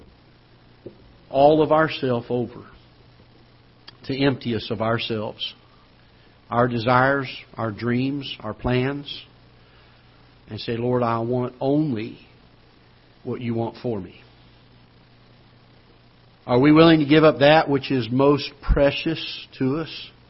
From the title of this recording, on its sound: Ketha Heights Baptist Church ~ Live Broadcast